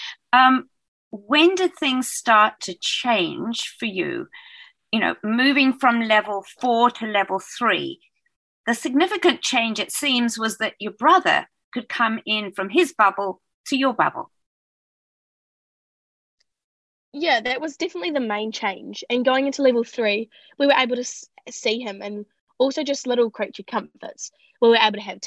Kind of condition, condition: link, video call